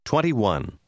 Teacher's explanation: Remarquez que pour les numéros, la prononciation de « t » disparaît presque